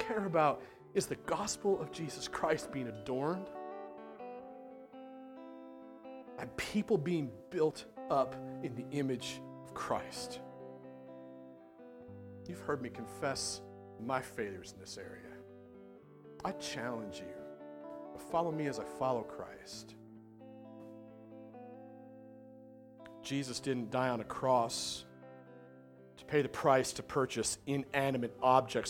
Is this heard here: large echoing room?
yes